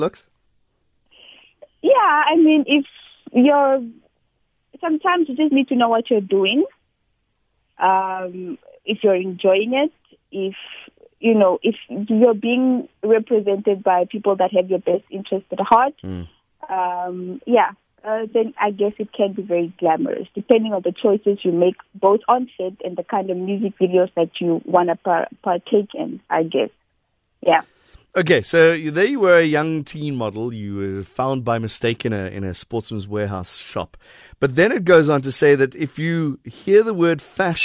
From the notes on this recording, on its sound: Essential information and interesting every day subjects interspersed with Music and the occasional phone in.